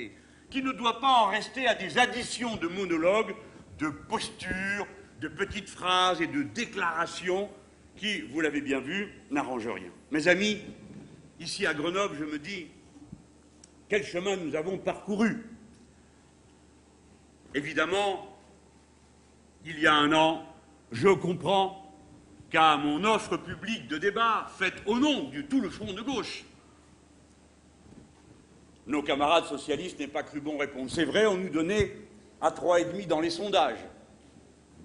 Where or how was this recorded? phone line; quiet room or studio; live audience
live audience